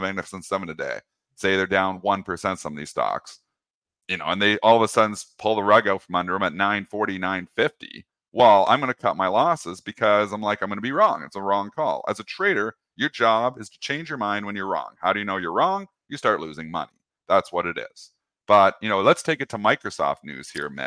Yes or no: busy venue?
no